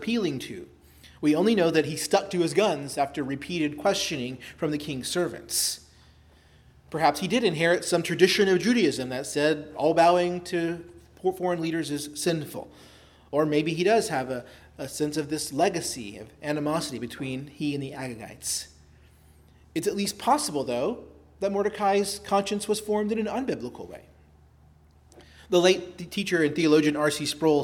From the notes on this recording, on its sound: preached at Christ Our Savior Baptist Church